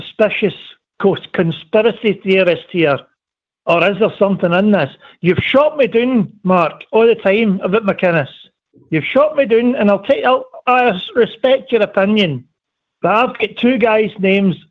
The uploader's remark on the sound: Rabble Phone